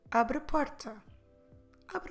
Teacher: we drop completely the E we have in the end of abr, and we assume the following sound, a.